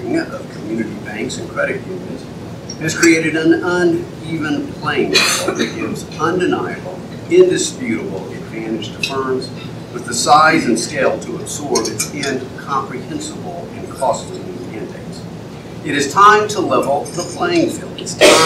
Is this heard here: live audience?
yes